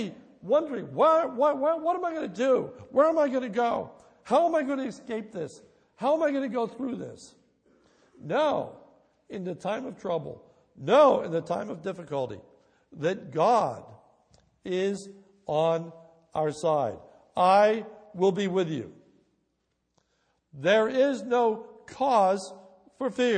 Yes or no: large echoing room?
yes